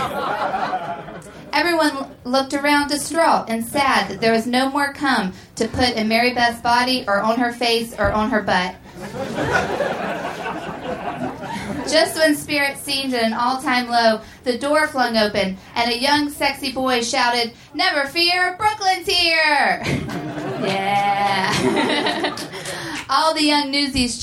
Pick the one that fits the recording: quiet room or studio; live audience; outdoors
live audience